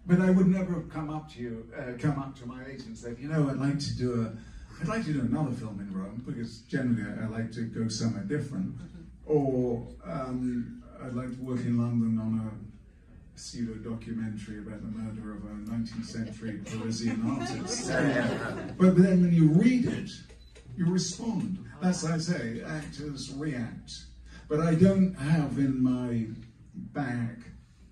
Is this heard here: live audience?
yes